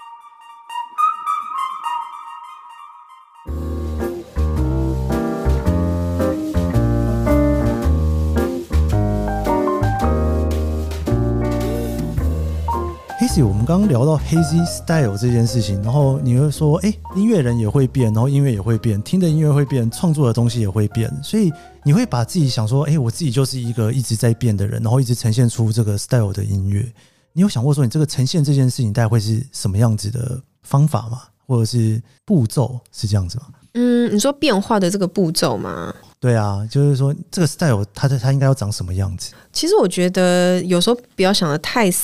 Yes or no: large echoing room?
no